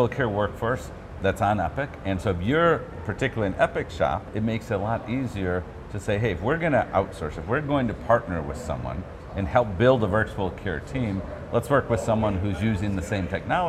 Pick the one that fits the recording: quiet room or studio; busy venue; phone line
busy venue